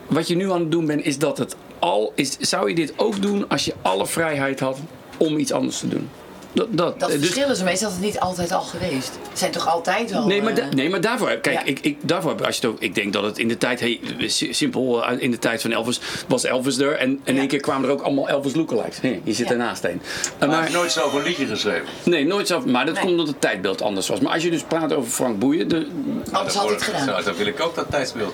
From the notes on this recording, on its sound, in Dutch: Er hangt een ontspannen sfeer in de Kleinste Kroeg van Nederland, backstage bij De Vrienden van Amstel LIVE